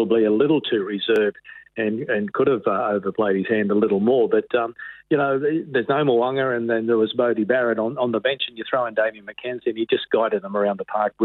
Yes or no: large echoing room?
no